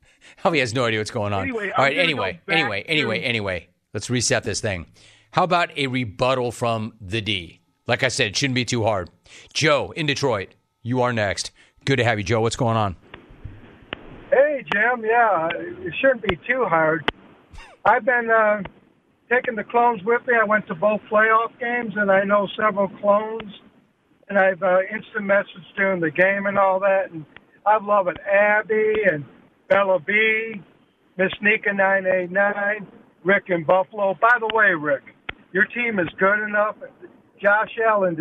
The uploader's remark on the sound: Phone Calls